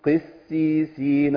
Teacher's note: القاف عندي مكسوره ضعيفه فانا كاني اتي بالكلمه مرققه ما عدا القاف